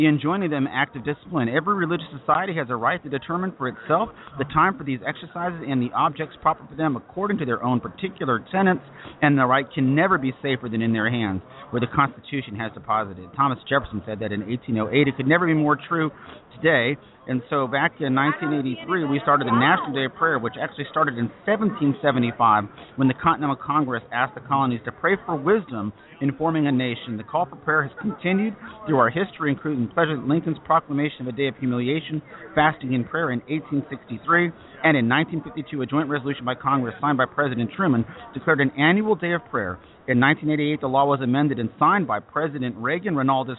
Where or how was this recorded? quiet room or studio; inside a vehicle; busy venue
busy venue